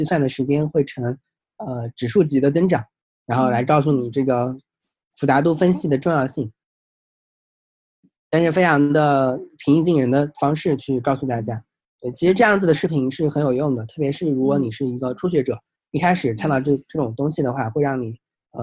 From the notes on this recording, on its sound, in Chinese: Zoom 连线对话